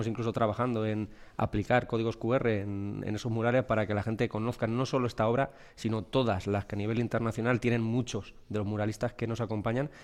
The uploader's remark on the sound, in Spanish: En directo desde El Provencio, en la provincia de Cuenca, el equipo de Gente viajera se suma a la Fiesta de la Vendimia.